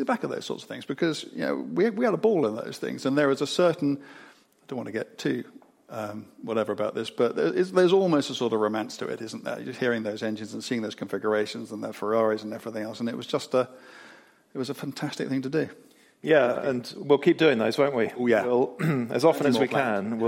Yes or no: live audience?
yes